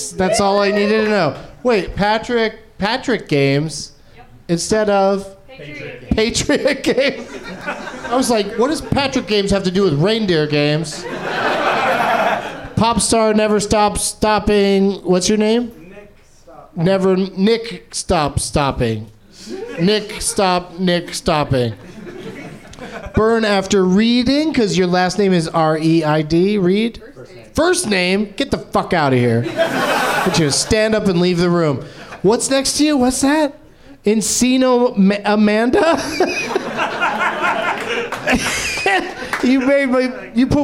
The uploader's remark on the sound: Live from the Nerdmelt Showroom in Los Angeles